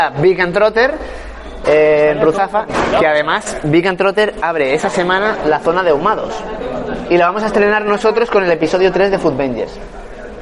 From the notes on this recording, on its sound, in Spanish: Desde el Tarantin Chiflado, reunidos para comer y dialogar en directo con todo aquel que aparezca.